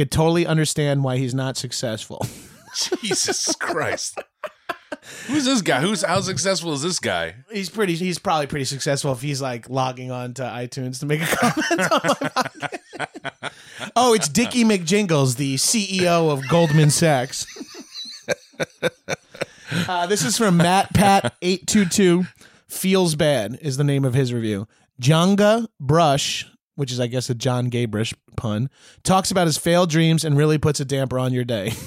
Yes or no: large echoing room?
no